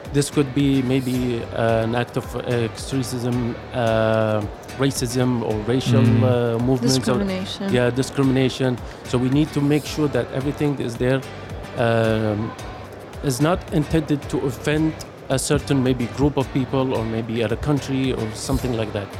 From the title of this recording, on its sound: Live from Global Media Congress